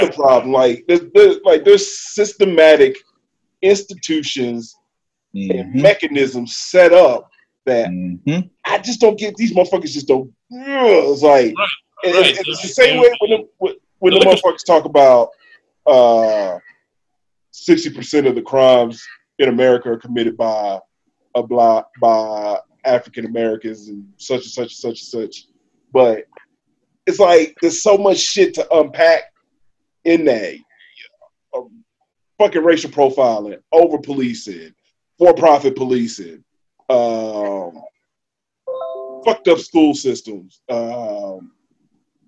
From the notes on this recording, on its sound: Zoomcast!!! Like the rest of you we were stuck in the house and couldn't get together to record so we did a few "Zoomcast"!!!